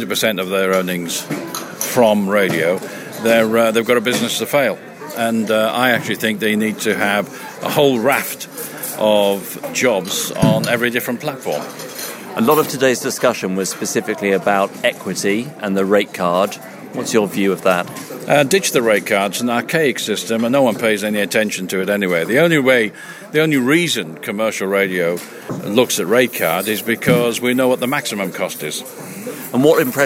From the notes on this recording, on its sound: Earshot Creative Review at Vox 2013. For the first show in the new run we’re at Vox, the annual conference for voiceovers.